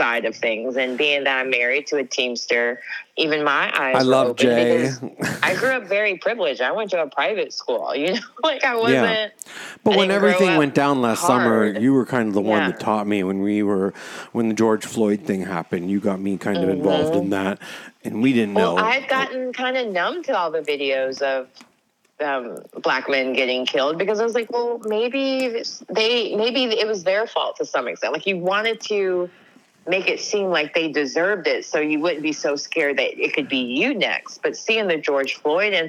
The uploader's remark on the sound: Via phone call in the studio today.